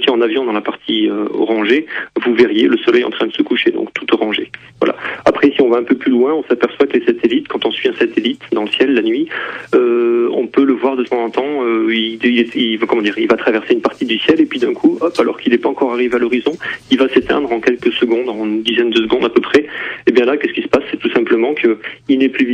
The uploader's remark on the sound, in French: Photographe (par téléphone)